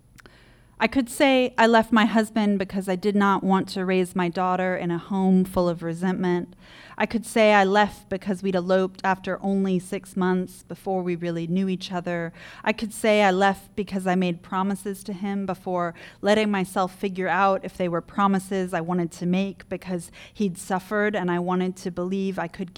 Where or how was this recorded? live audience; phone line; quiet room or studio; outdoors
live audience